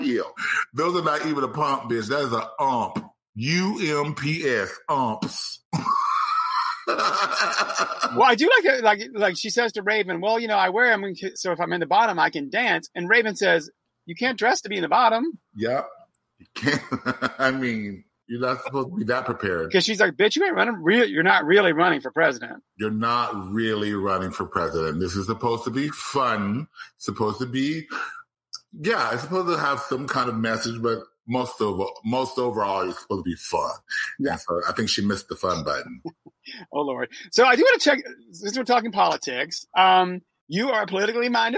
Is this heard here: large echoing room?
no